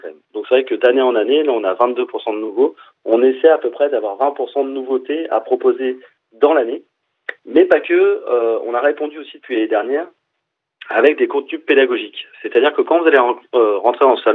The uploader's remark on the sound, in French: nous avons pu avoir par téléphone